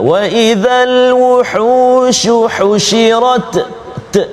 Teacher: huruf ta kena berikan hak dia sedikit angin keluar sikit